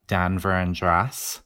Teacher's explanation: the eh vowel in words like Denver and dress. In the West, it becomes something more like Danver and dress.